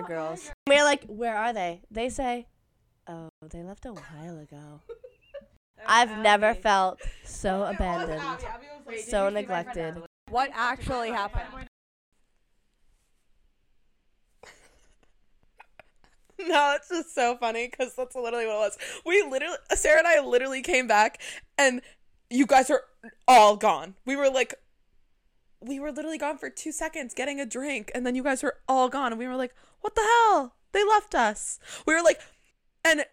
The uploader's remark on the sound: for listeners with sensitive ears this audio is quite pitchy.